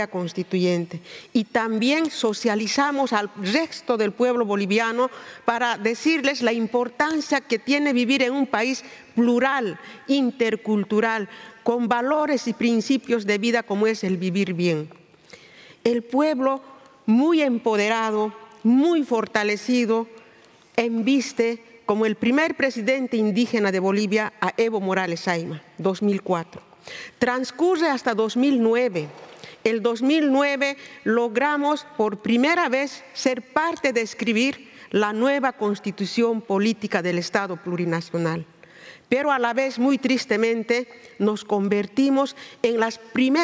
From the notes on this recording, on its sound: Recorded at the 2023 Oslo Freedom Forum. This episode is recorded in Spanish.